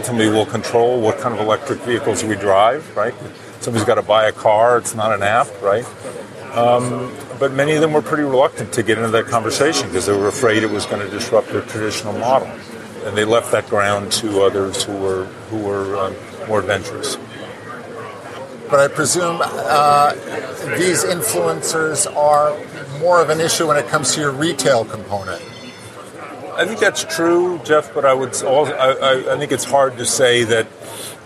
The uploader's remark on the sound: Broadcasting from the Citadel Securities post on the floor of the NYSE